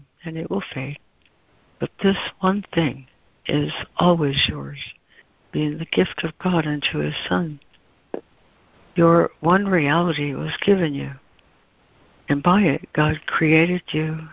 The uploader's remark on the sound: ACIM Daily Conference Call